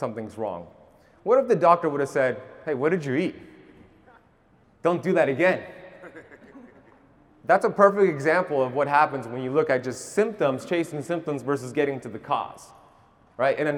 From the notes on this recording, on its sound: 40 minute keynote lecture at KetoCon Austin 2022